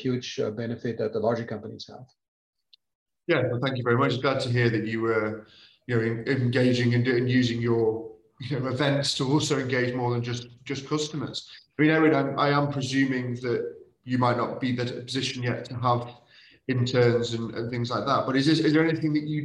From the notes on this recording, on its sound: In CM Industrial’s latest live webinar, we spoke to water industry leaders.